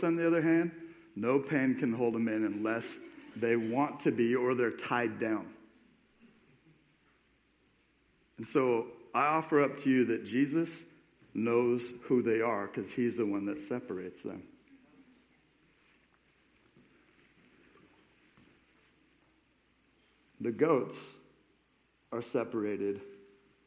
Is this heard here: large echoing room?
yes